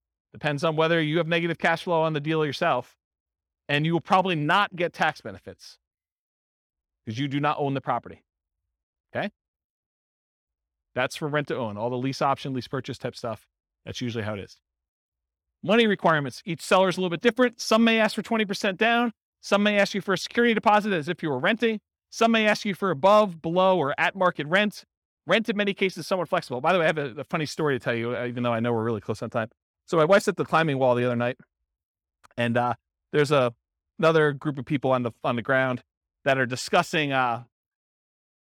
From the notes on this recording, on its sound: This was a live class recorded